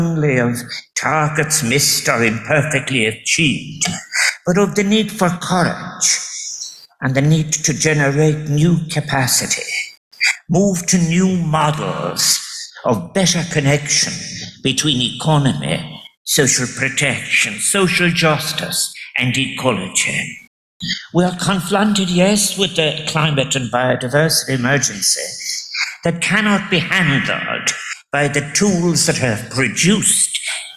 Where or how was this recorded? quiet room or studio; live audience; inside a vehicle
live audience